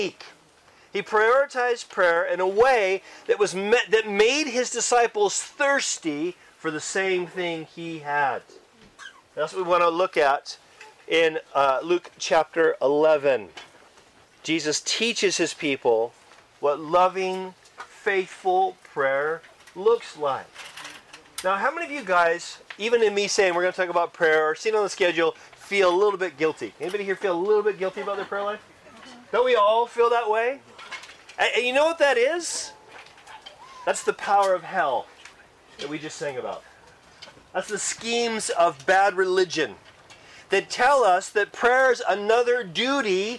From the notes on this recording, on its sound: Church camp recording in the great outdoors! Church Camp 2023.